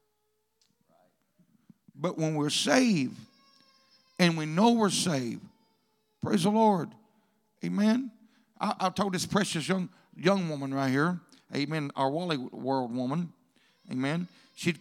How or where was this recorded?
large echoing room